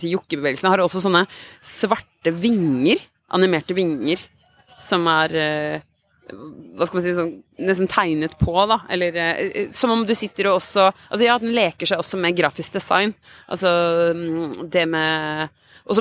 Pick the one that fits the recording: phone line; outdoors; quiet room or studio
outdoors